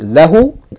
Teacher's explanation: when it's used with a pronoun, the vowel changes. The vowel changes to fatha.